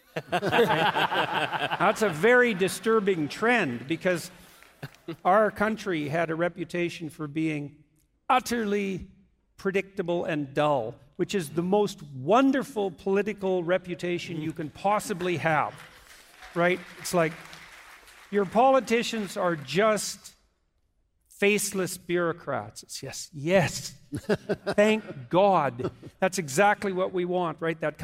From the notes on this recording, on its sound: Our biggest live event of the year happened tonight at the historic Ryman Auditorium in Nashville, TN.